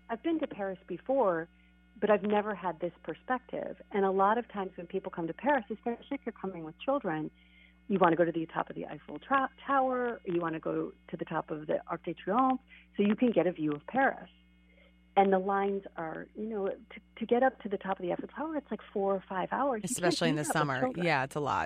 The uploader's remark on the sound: I called in from Paris this week, and I am hoping that I signed up for the right AT&T international plan!